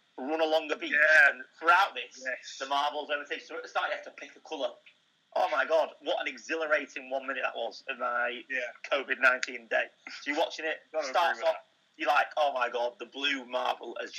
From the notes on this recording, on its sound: Because we're in quarantine we've had to do it over a phone link!